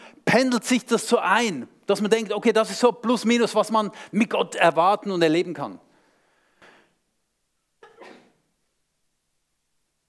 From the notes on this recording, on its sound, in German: Vortrag beim SUMMIT 2023